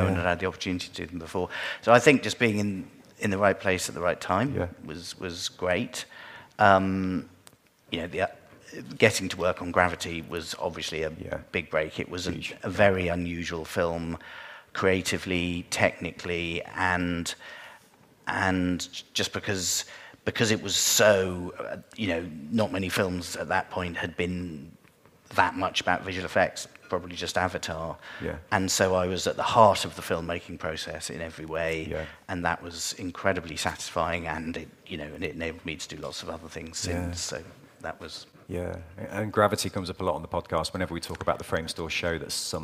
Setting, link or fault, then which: setting, busy venue